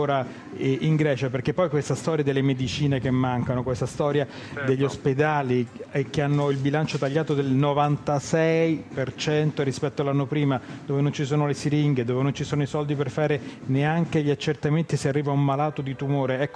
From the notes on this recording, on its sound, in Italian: In diretta da Expo 2015.